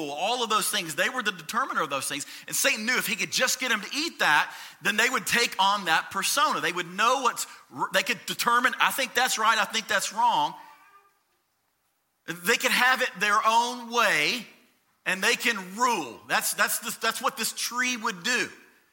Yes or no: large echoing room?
yes